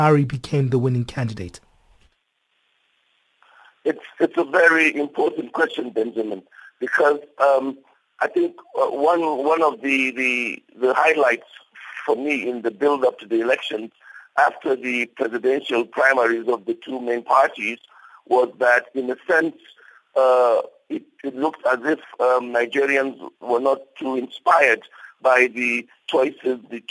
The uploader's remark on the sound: we are joined on the line